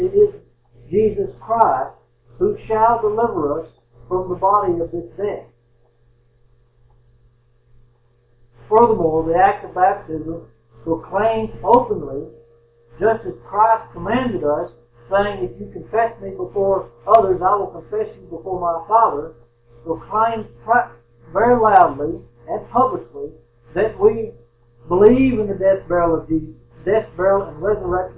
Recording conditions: poor sound quality